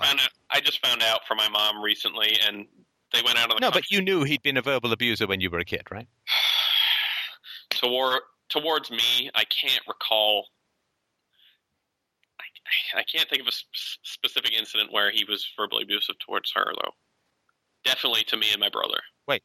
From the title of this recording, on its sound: Saturday Call In Show